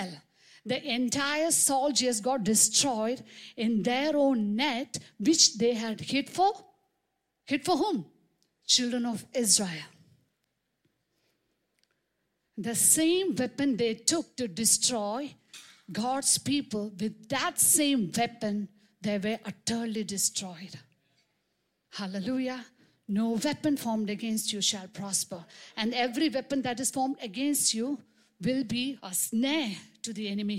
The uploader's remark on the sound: preached on 26 March 2023 at Revelation Church.